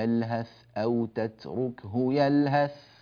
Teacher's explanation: إذا وقفنا على يلهث الثاء ظاهرة